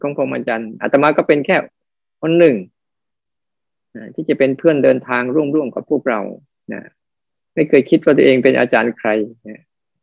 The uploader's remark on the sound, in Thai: เป็น 1 ใน 3 คอร์สออนไลน์ (ผ่านโปรแกรม Zoom).